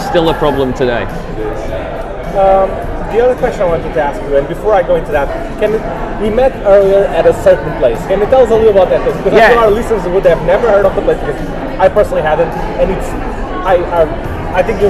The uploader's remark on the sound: The audio on this episode isn’t as clean as our previous episodes as we were sitting at a bar